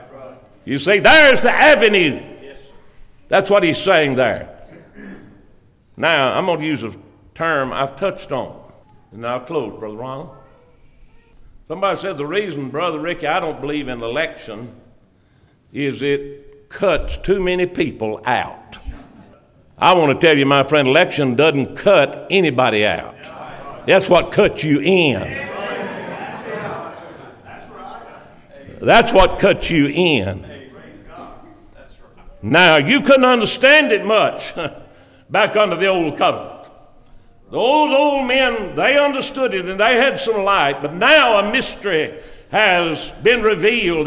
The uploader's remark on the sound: preached on 5/27/2023 at the Constitution Service for Blooming Grove Primitive Baptist Church